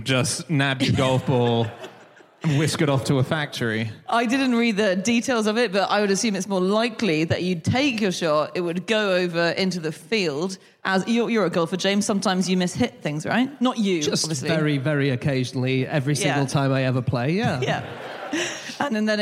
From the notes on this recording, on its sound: Live from Leicester